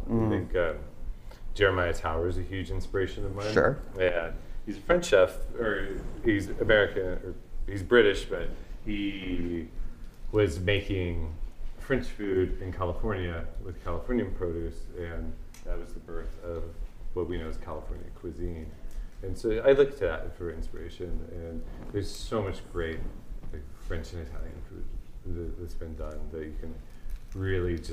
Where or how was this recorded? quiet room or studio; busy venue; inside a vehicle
busy venue